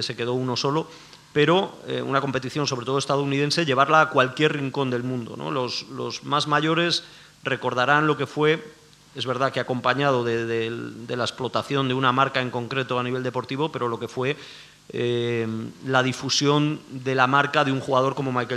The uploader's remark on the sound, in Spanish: En nuestra nueva casa, el Teatro del Barrio, y con la presencia de público en directo